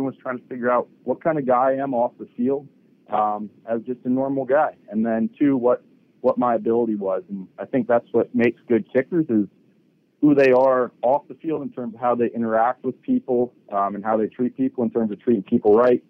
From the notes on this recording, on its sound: addresses the media during his conference call